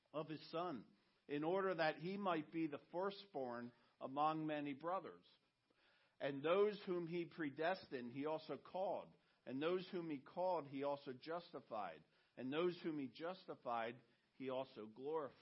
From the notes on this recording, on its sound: message he preached at Redeemer